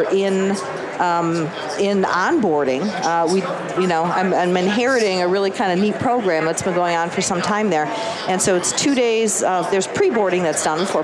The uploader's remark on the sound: LIVE from Las Vegas, at #HRTechConf